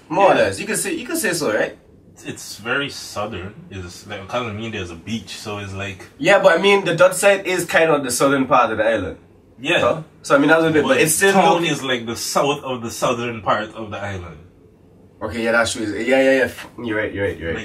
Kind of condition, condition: fault, poor sound quality